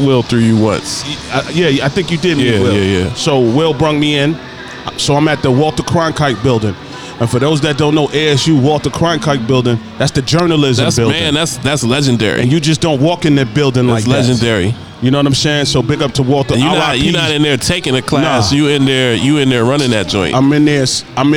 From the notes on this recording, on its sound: Live from Dave & Buster's